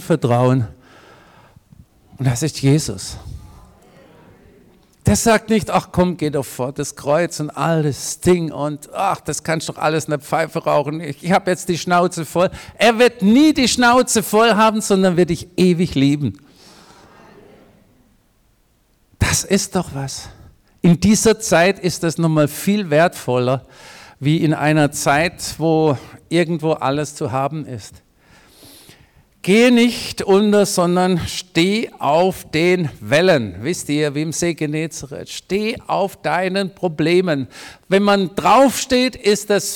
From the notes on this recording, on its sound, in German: predigt im Missionswerk Karlsruhe